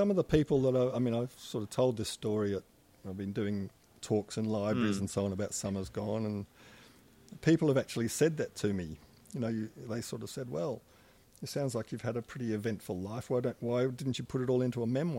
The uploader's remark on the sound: Recorded live at the Brunswick Street Bookstore.